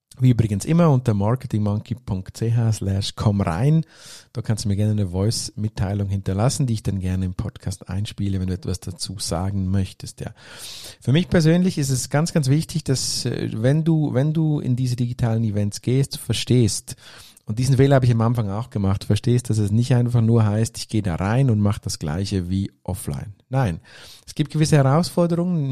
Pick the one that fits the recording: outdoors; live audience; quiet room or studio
quiet room or studio